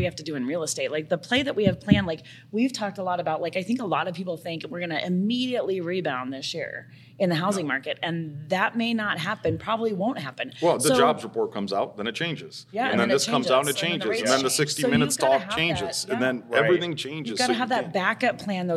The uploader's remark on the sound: EXCLUSIVE from ONE Summit 2024. Live from the Venetian Hotel in Las Vegas, NV.